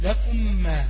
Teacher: أتت ميم ساكنة في كلمة لكم وأتى بعدها ميم متحركة في كلمة ما فأدغمت فصارت ميما واحدة مشددة مع بقاء الغنة